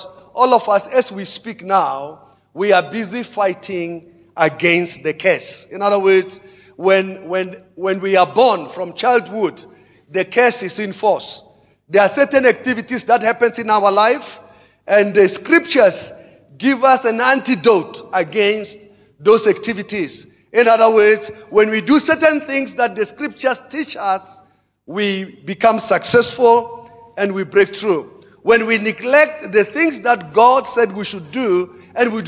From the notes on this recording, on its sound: Preached at Emmanuel Christian Church, Arcadia Campus, Second service on the 15 of October 2017.